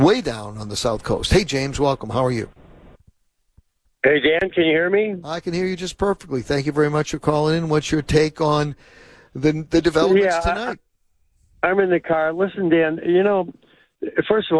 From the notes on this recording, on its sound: opened the phone lines for comment